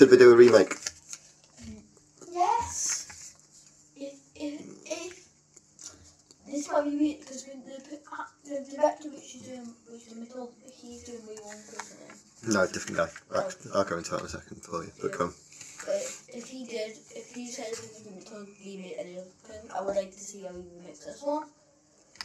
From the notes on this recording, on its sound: Apology for some poor sound of this one we were having microphone problems.